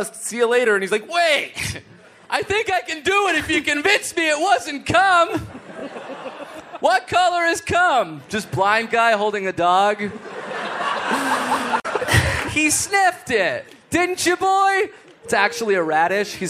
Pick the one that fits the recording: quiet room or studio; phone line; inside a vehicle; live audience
live audience